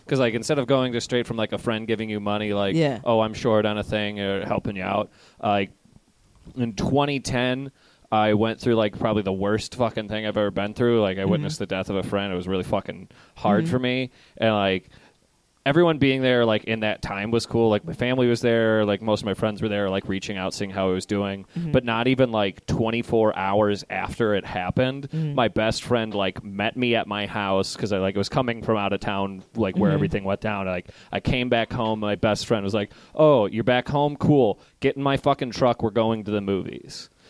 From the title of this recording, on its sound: Live at Jo's